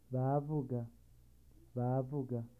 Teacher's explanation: a long low tone followed by a short high tone